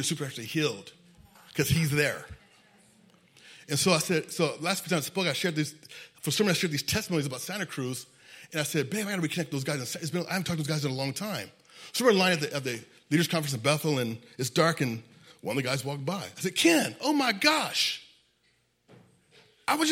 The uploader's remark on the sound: spoke at our new year's eve service